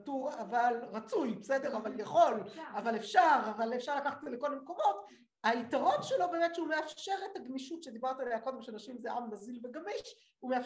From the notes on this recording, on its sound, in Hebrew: השיעור הוקלט באמצעות תוכנת הזום